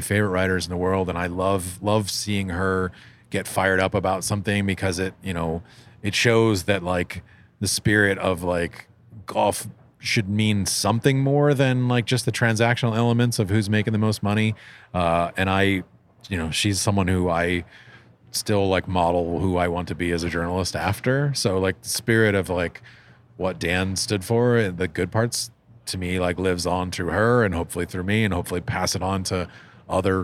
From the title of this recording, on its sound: Live From the U.S. Open